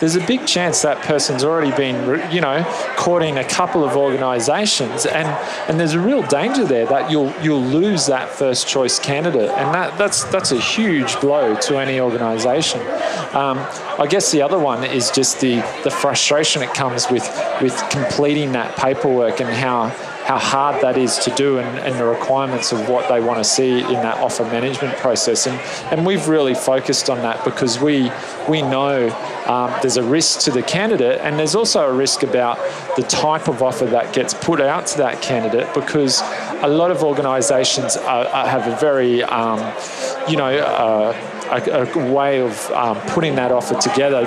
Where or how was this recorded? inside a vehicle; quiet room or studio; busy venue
busy venue